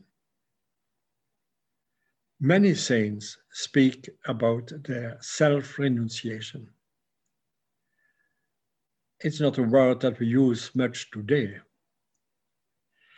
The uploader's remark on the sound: A webinar lecture. Originally broadcast as a live event March 13, 2021.